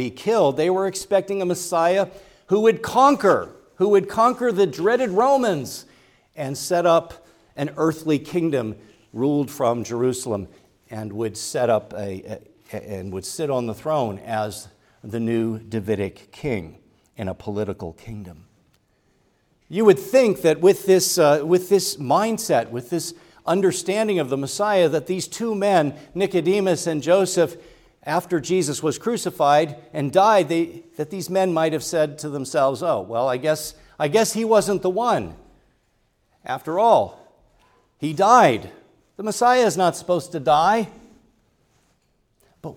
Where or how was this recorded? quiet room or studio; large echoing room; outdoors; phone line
large echoing room